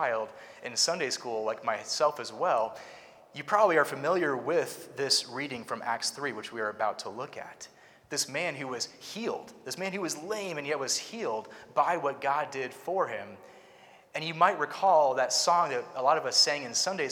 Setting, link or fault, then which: setting, large echoing room